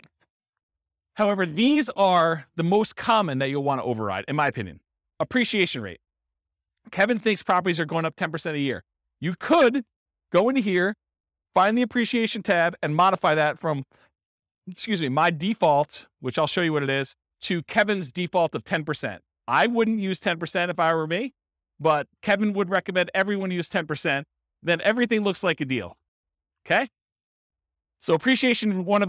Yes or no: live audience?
yes